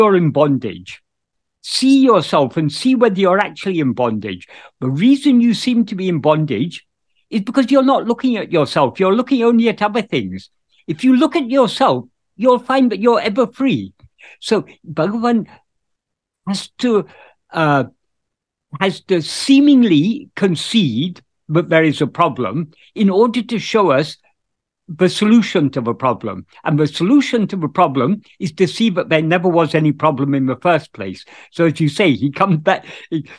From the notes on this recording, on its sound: In a Zoom meeting